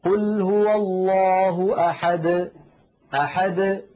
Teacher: العلماء رحمه الله بيّنوا وميزوا بين نطق حرف القلقلة إن كان آخر حرف في الكلام، وبين نطقه إن كان ضمن الكلام، يعني مثلا لما يقول الفم قل هو الله أحد أحد ليس بعد الدال حرف، فالدال وقلقلتها تخرج واضحة جلية